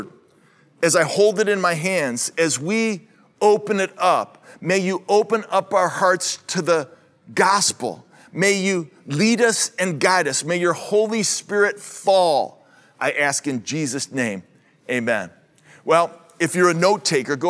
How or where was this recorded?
large echoing room